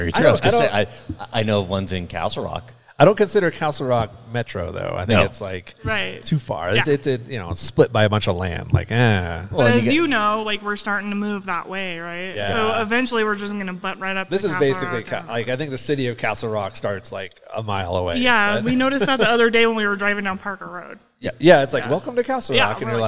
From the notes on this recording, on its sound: Owners of Welcome Home Brewery in Parker Colorado, on location.